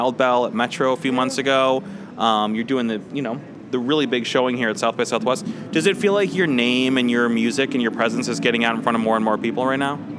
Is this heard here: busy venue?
yes